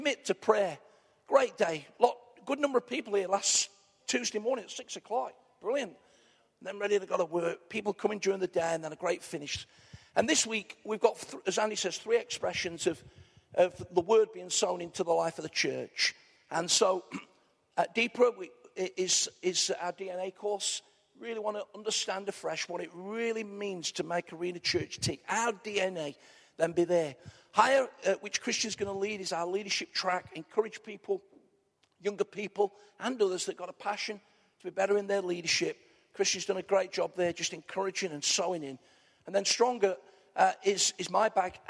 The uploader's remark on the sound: Arena church, Ilkeston